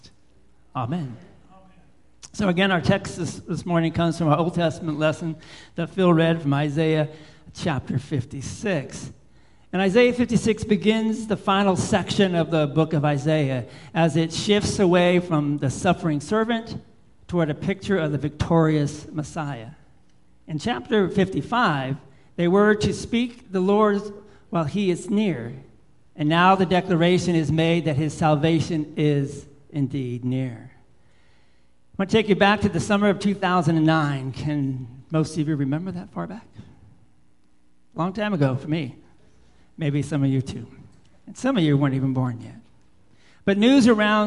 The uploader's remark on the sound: Live Worship Service.